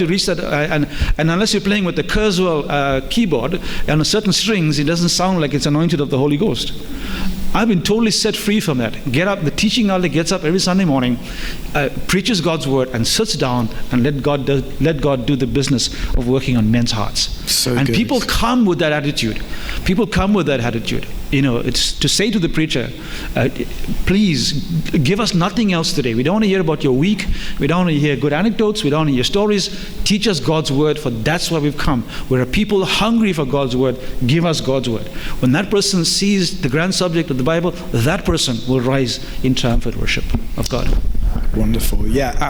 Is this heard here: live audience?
yes